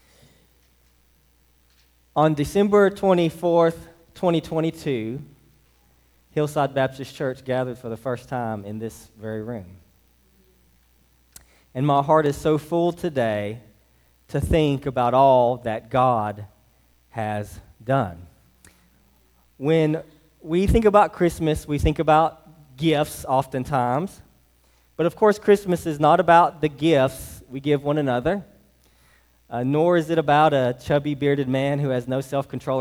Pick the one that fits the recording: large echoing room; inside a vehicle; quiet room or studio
large echoing room